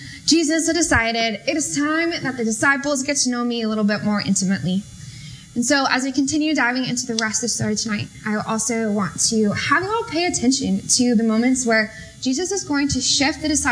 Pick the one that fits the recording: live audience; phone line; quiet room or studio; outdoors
live audience